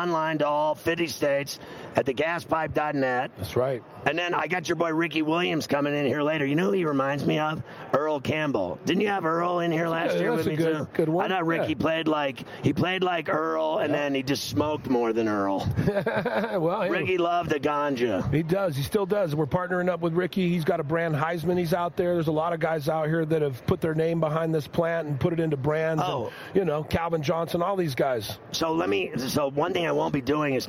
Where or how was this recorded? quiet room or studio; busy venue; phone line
busy venue